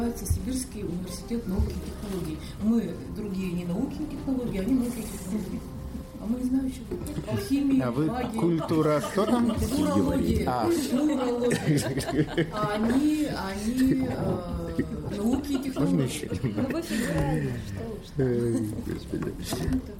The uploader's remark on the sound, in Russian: Этот выпуск записан в нестандартной обстановке и в нем впервые участвуют гости! Подкаст записывался во время душевной встречи, приносим извинения за посторонние шумы!